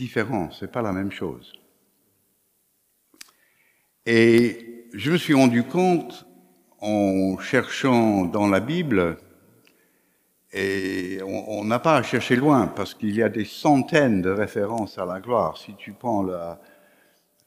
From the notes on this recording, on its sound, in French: Enregistré à l'église CVV, le 19/09/2021.